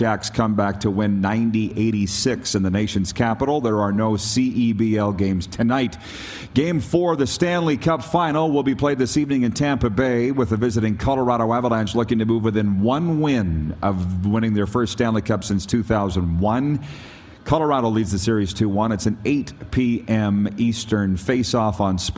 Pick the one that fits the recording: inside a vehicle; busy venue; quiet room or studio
busy venue